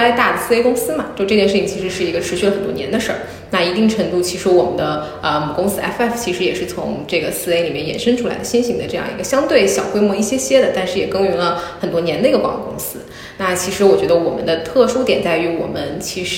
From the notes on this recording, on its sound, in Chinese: 这期节目在杭州好朋友的茶空间，茶晓涧现场录制，茶晓涧第一家店在杭州黄龙万科林立环抱中，室外绿树成荫，非常舒服适合待着喝茶看书聊天的地方。